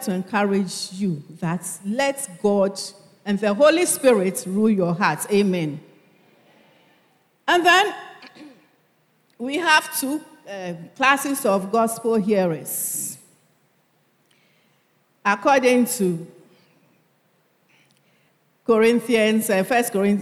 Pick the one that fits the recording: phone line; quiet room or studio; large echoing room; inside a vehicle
large echoing room